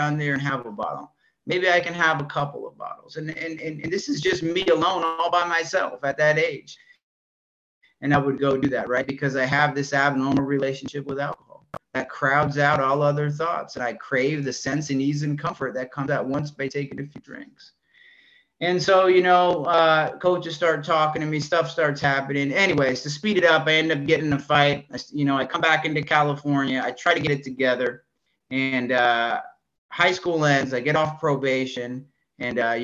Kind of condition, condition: link, video call